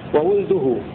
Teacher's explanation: بضم الواو وسكون اللام وولده. وقرأ الباقون بفتح الواو واللام واتبع من لم يزده ماله وولده.